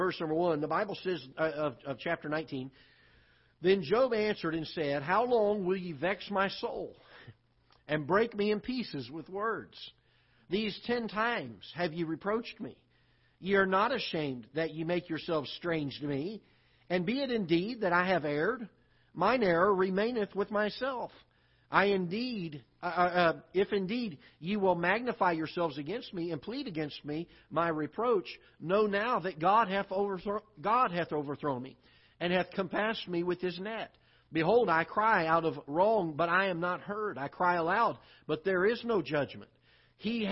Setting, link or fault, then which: setting, large echoing room